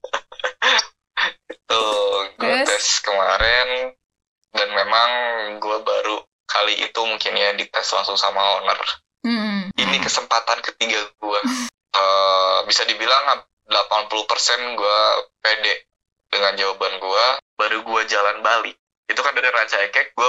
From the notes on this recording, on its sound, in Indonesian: Mohon maaf jika suaranya masih belum jernih